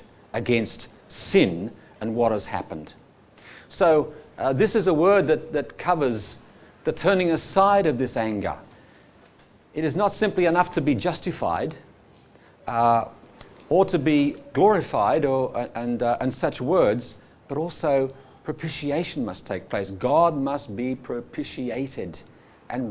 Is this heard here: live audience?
yes